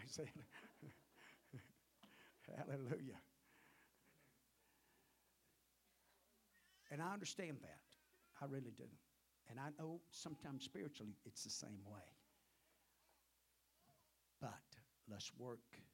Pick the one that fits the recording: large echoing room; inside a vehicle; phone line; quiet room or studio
large echoing room